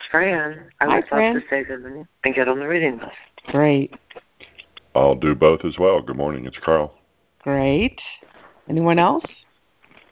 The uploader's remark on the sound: ACIM Daily Conference Call